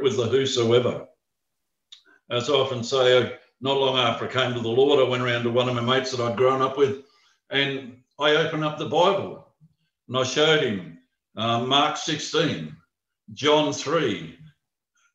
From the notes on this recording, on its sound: Talk 1 from the Wednesday United zoom meeting on 17 February 2021.